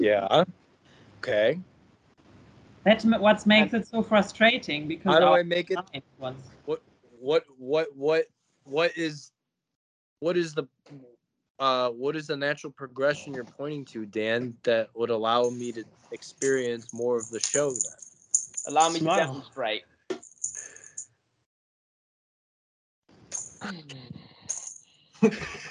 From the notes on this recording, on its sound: skype calls on this channel